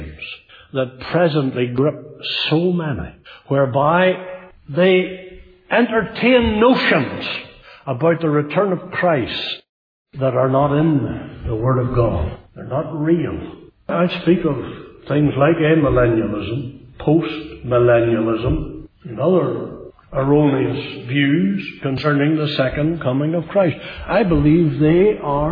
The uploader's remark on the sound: Centenary Conference in Northern Ireland 2018. Speaking at the Centenary Conference in Northern Ireland at Newtownabbey Free Presbyterian Church.